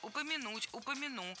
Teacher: Ударение в этом глаголе ставится на последний слог.